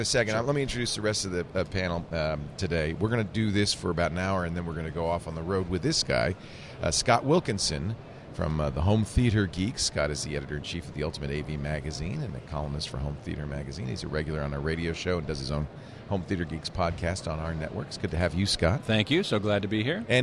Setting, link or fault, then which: setting, busy venue